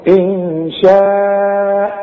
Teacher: إن نون ساكنة بعدها شين، والشين من حروف الإخفاء، يبقى حولني هنا إن شاء.